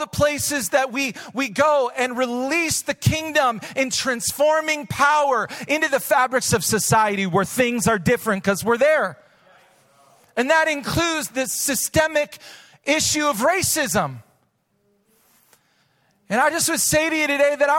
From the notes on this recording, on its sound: Recorded live at Hope Church in Springfield, Mo.